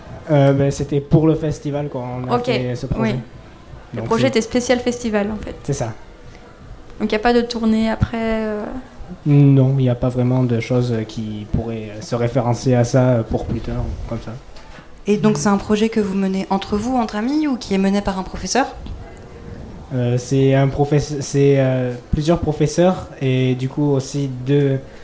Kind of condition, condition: setting, busy venue